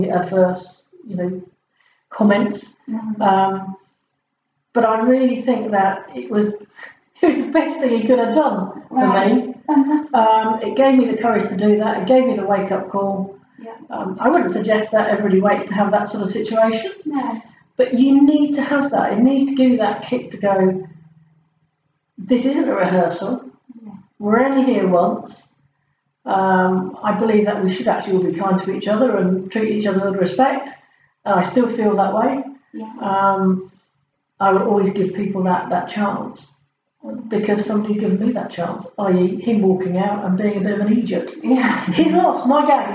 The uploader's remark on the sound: The sound is a bit tinny.